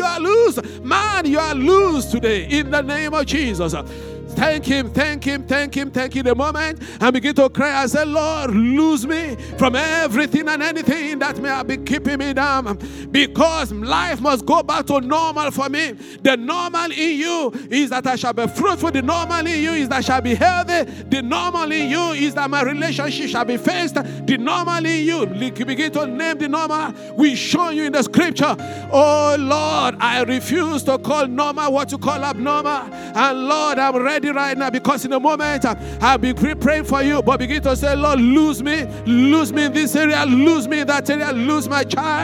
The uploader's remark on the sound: This Sunday Service message. Fountain of Love, RCCG Aberdeen, UK.